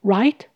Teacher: 语调会提高，来表达要对方确认的语气